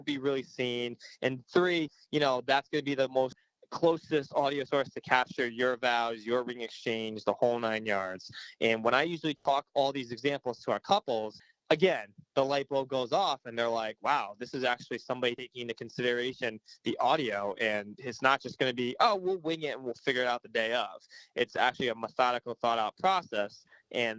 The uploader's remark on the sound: Via phone from the offices of MV Film Productions in Southington, CT.